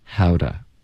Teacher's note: 这个 to 这个字呢弱读然后浊化了，就变成一个的音了， how to 因为 howto 这两个字的词组很常见，嗯，所以它这个 to 呢就可以就是特别弱，然后它就可以弱到变成一个的这个音了、嗯、how toOK，整个句子就是 I think I know